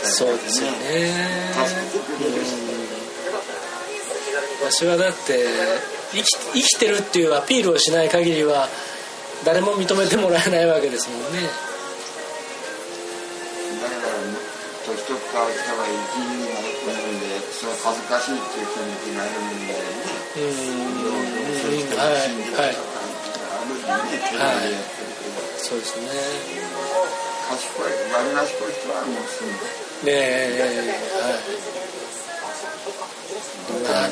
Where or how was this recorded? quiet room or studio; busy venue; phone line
busy venue